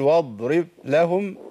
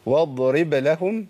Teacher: أنا لو ما قلقلتش الباء يبقى كانها ما طلعتش · Shown in: second take · أقول واضرب لهم كأن ما جاتش الباء. · Term: قلقلة الباء